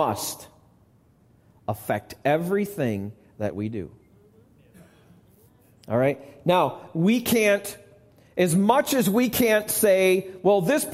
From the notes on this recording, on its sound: Recorded live at the Alabama Full Gospel Fellowship church. Alabama Full Gospel Fellowship, 5329 Gravel Rd., Medina, New York 14103.